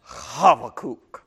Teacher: if you want to really pronounce it well in Hebrew, you've got to give that first letter a ch kind of sound.